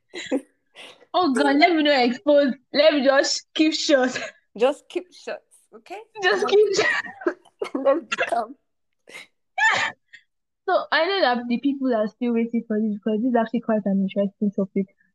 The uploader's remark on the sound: This episode has been pre-recorded and has been marinating on my laptop for over a month now. The audio is a bit scratchy and it's really irking me but it's apparently a problem with the platform to record so i can't do anything about it.